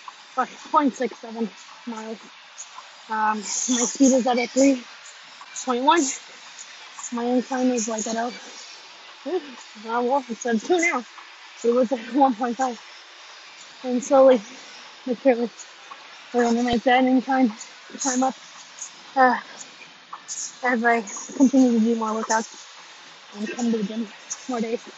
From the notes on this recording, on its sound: Horrible audio I know. I recorded this at the gym on the treadmill right after my workout with my trainer so I know the beginning is hard to hear but I’ll make sure to bring my other headphones lol with a mic closer to my mouth.